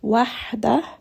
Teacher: ha is going to be from the middle of the throat